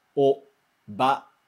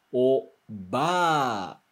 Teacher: esse ba é prolongado · Shown in: second take · né? Inclusive, quando a gente escreve, né, no romaji, no nosso alfabeto, a gente coloca dois As, né? · Term: prolongamento